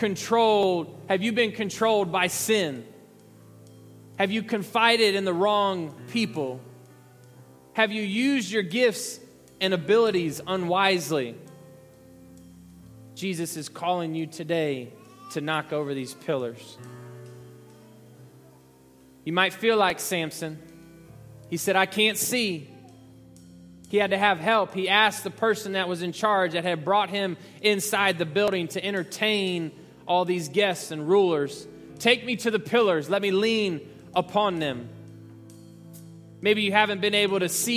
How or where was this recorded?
large echoing room